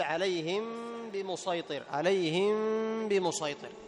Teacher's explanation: تأتي بالغنة الزائدة التي إيش؟ تخفي ظهور الميم · Term: إخفاء الميم